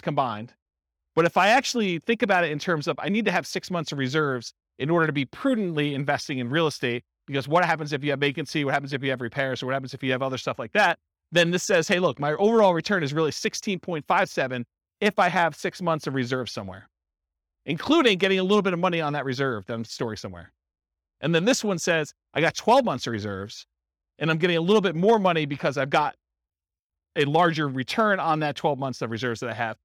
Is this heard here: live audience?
yes